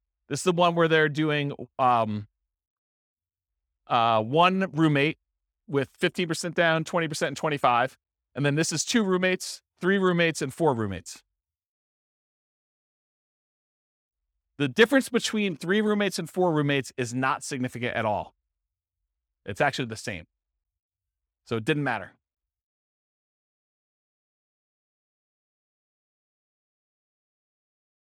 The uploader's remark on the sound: This was a live class recorded